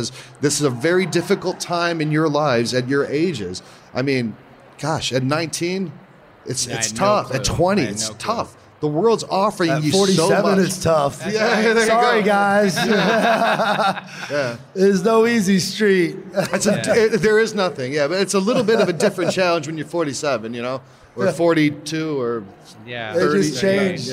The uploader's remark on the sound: We have a special episode of The Catholic Gentleman recorded in front of a live audience at SEEK 2023 with The Catholic Talk Show.